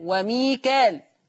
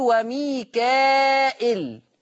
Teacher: ورش بقى يقرأ بالهمز بهمزة مكسورة بعد الألف · Shown in: second take · فيصير وميكائيل، فتصير مد متصل يشبع قولا واحدا.